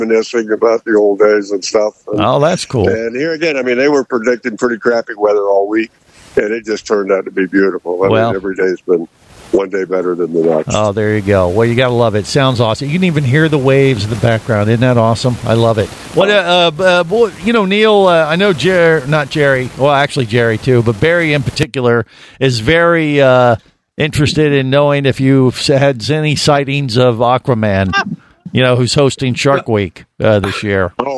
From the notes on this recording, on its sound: reports live from a dive boat in Bimini